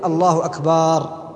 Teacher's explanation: الخلل يكون فيما يفعله بعض المؤذنين من مد كلمة أكبر، فيقول الله أكبر، وإذا مدت هذه الكلمة انقلب المعنى.